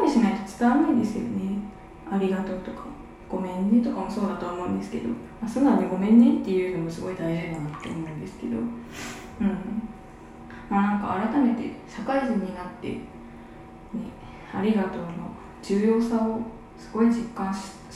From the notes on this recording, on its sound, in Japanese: 今日はお風呂で収録してみました